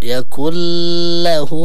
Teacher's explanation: يعني معنى النون هنا مدغمة في إيش؟ في اللام، هكذا نقرأه يكن له، لأن اللام مشدد، وبعدين يكن له يعني مفرد، وليس لهم ولا لهن، يعني ولم يكن له.